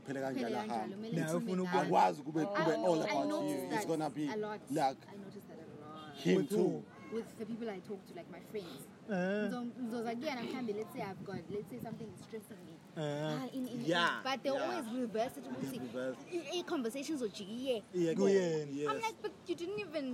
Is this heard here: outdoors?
yes